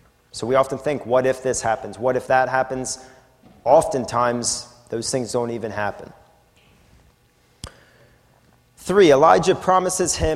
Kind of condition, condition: setting, large echoing room